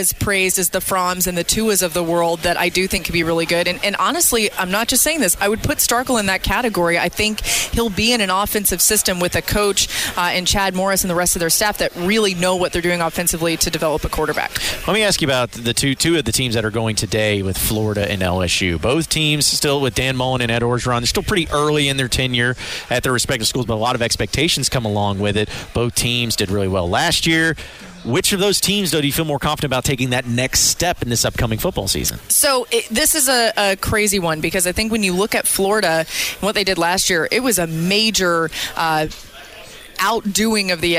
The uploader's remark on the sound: Kick off SEC Media Days LIVE from Hoover.